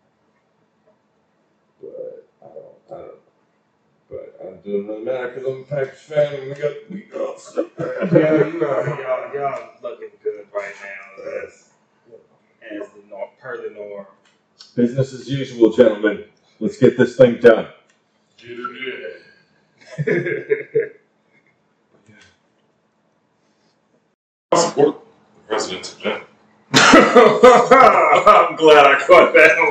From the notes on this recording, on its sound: Sorry for the poor mic quality here.